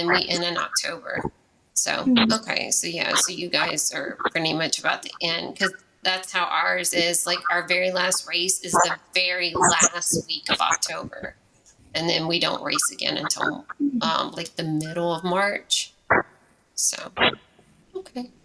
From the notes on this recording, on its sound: This podcast episode has many sound issues which I'm not proud of. My mic had some weird feedback and due to my limited resources, I was not able to get this professionally fixed. Her parts sound great but my parts, not so much.